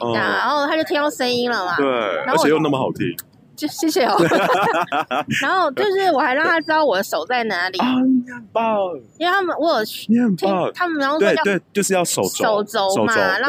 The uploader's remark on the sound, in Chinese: 在路邊路的。雖然因為有人來電結果錄音中斷，沒說到再見。雖然音質沒有專業錄音器材飽滿，但意外降噪功能超強，聽不出附近人聲鼎沸吧！